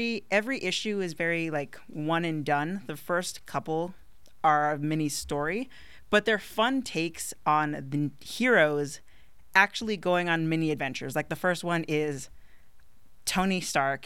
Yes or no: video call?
no